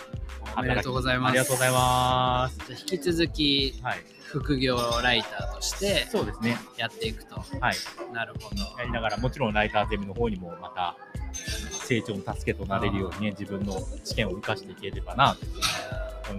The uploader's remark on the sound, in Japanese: 逗子にある渚橋珈琲で、読書会をやり、その後ラジオ収録してみました